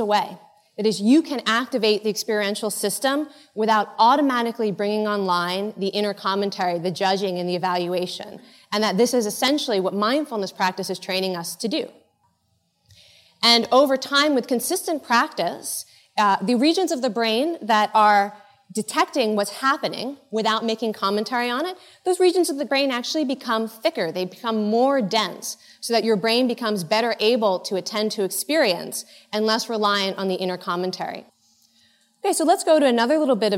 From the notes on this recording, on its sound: In this episode, taken from the Buddhist Geeks Conference in 2011.